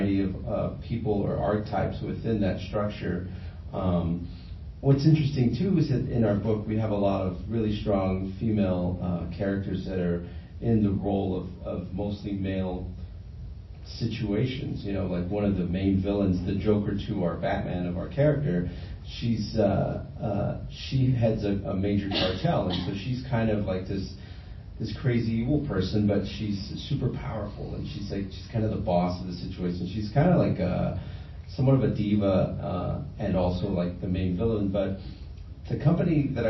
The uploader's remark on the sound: Tucson Comic-Con Panel - Latinx Creators. The panel was held at Tucson Comic-Con.